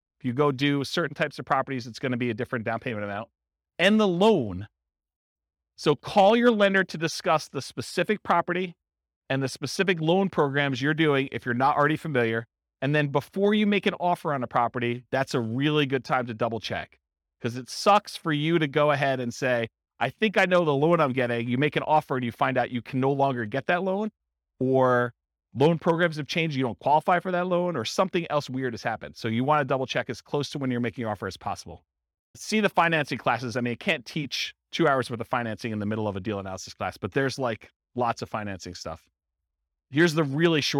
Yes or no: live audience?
yes